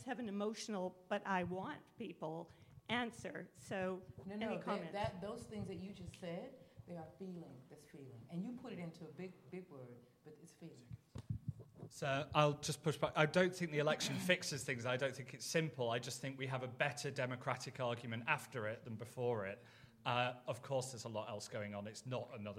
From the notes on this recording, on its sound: In front of a live audience. A special episode recorded at Podcast Live.